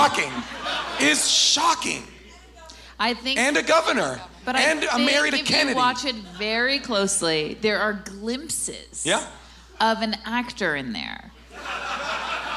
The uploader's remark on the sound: Recorded LIVE from Irving Plaza in New York.